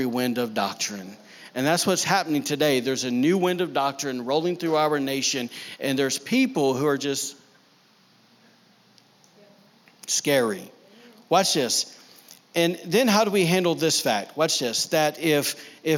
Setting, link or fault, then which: setting, large echoing room